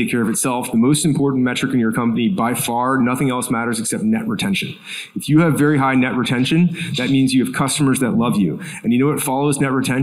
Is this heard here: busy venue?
yes